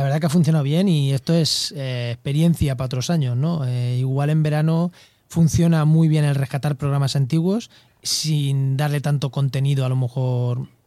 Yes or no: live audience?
no